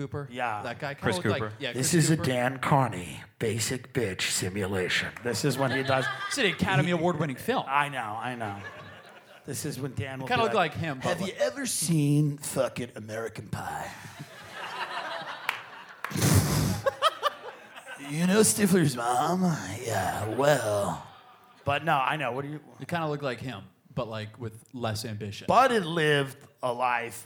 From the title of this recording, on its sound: Live From Cleveland